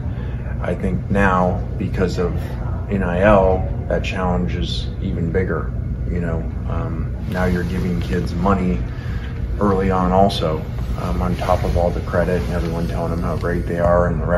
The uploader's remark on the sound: LIVE! From SEC Media Days